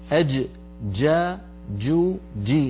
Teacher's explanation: الجيم الفصيحة من وسط اللسان وصوتها شديد، لا تستعملي طرف اللسان في مخرج الدال حتى لا تخرج معك الرجيم.